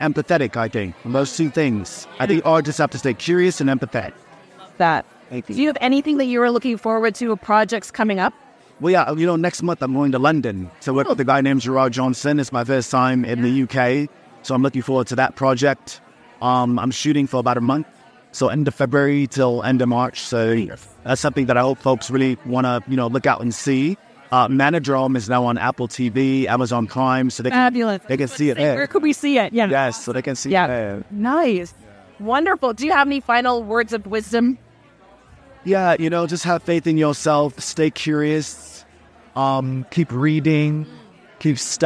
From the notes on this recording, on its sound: Straight from the heart of the Sundance Film Festival. It's a collection of mini interviews with some incredible talents I had the pleasure of meeting in Park City, Utah.